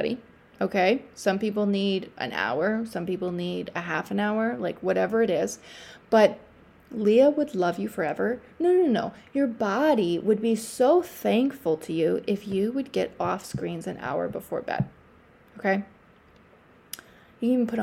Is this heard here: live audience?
no